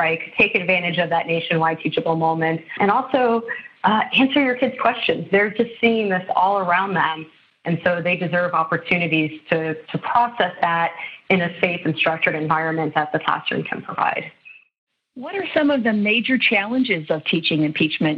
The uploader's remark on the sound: This episode was recorded via phone.